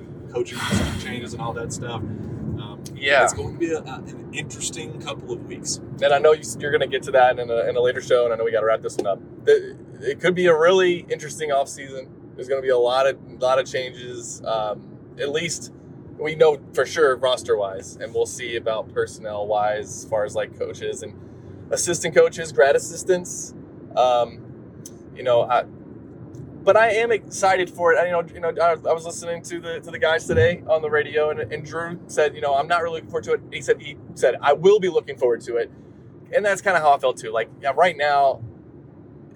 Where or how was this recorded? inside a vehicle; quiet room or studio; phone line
inside a vehicle